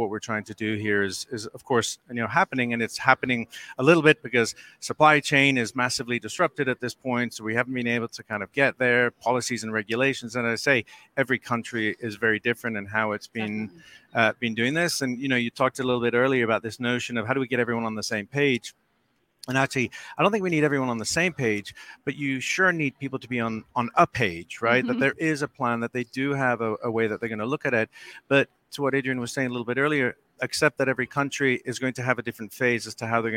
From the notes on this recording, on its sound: A special edition of OPIS Energy Insights, live from World Chemical Forum in Houston.